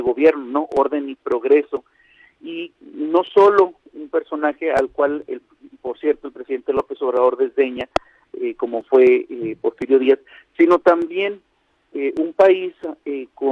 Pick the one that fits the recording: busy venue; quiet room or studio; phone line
phone line